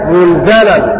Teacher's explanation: وقرأ ذات القراء وقل رب انزلني منزلا مباركا بضم الميم وفتح الزاي